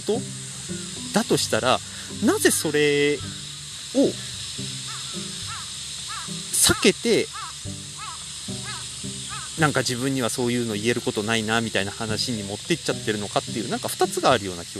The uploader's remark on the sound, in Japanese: 3月以来の富山にきております。久々の富山城公園を歩きながら話してみました。